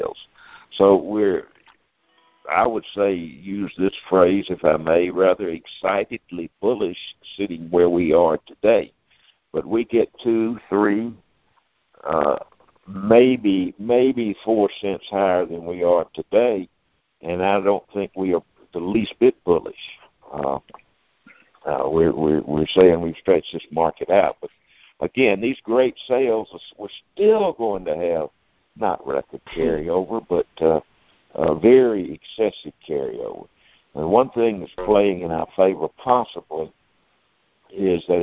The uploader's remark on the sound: Monthly Conference Call.